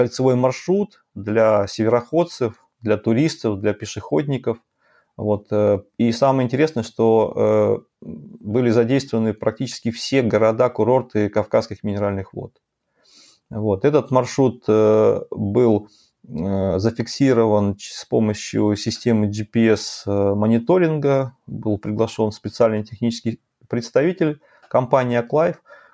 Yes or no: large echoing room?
no